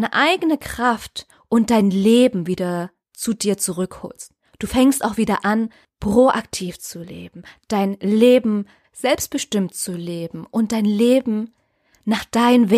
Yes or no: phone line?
no